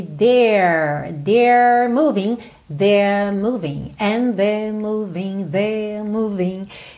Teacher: alonga, mas não enrola a língua, no sotaque britânico